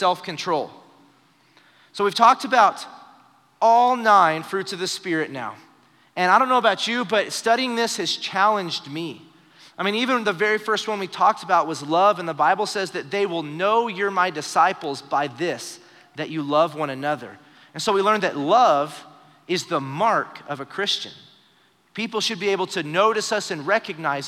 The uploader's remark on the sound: Recorded live during our Wednesday night service.